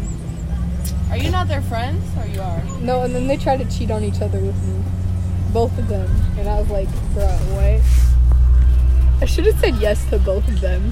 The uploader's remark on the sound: Recorded on a bus.